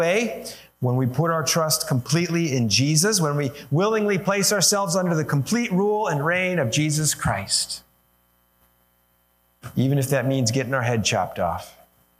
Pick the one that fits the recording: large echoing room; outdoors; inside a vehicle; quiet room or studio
large echoing room